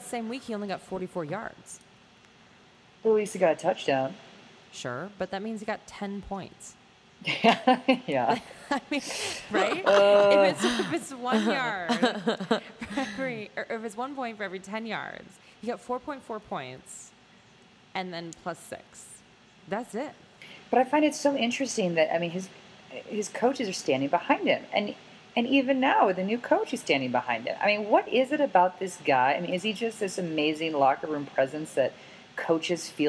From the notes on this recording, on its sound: all while trying to work out the kinks in our mics